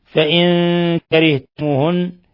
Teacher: نون ساكنة جاء بعدها الكاف، إخفاء حقيقي. وكذلك لا يخفى ما في النون من كرهتموهن من الغنة، تغن مقدار حركتين.